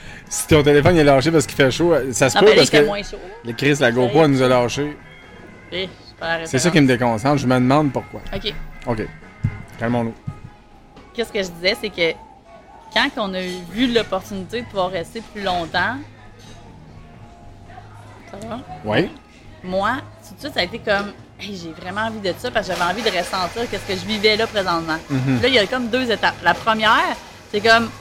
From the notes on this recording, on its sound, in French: À travers quelques bruits ambiants. Nos cellulaires et notre GoPro nous ont abandonnés sous la chaleur torride des Îles.